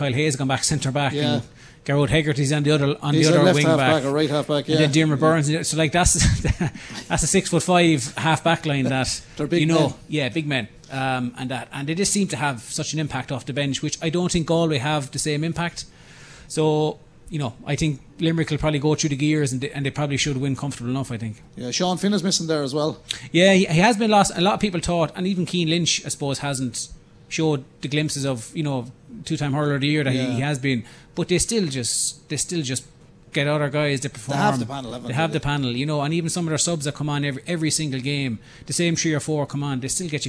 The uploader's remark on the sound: Listen back to KCLR and the Scoreline team live from Brogans Bar & Yard in Kilkenny for a very special preview show.